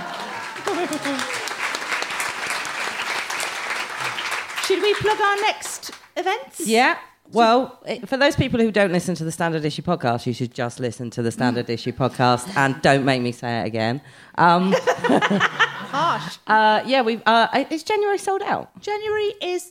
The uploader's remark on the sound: Recorded at Leicester Square Theatre on December 14, 2017.